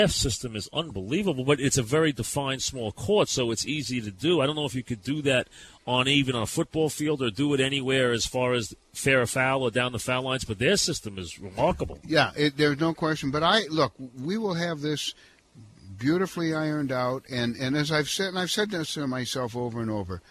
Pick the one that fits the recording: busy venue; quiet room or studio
busy venue